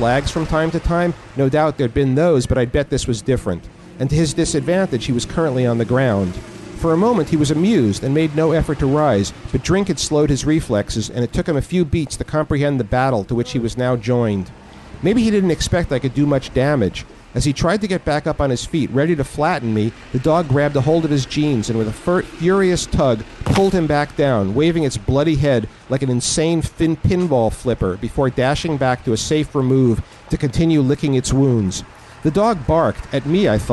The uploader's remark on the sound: Recorded live at Hi-Fi Bar in New York, NY.